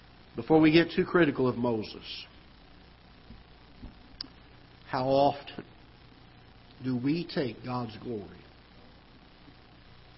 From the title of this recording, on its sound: Ketha Heights Baptist Church ~ Live Broadcast